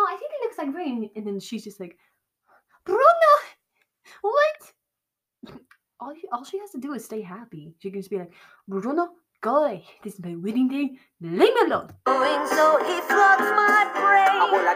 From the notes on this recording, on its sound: sorry for the audio....really bad.